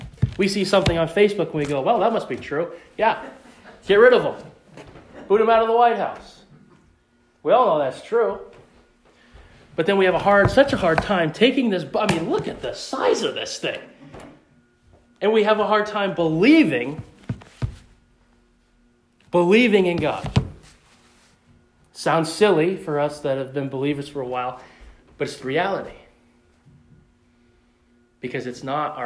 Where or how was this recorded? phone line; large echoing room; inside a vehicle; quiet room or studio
large echoing room